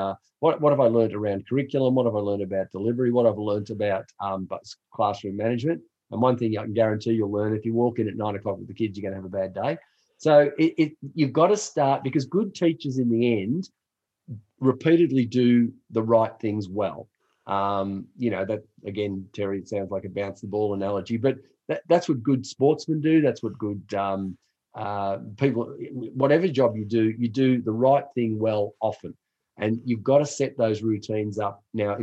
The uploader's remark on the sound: This episode is a recording of a live webinar in January 2021. The webinar series was part of Tradewind Australia’s ongoing professional support for CRTs.